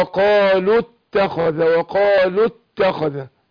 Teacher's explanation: الواو ايه اتحذفت عشان التقاء الساكنين